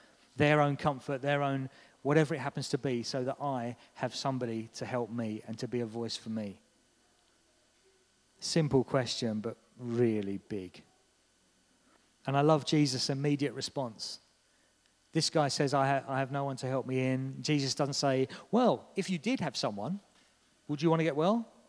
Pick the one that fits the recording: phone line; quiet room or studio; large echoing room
large echoing room